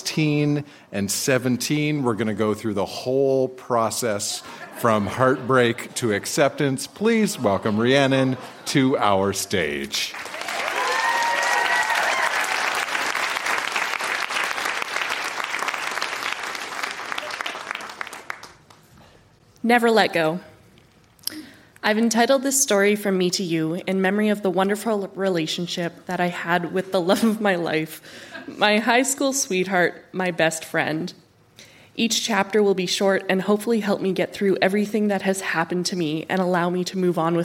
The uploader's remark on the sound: Recorded live at the Park Theatre in Winnipeg.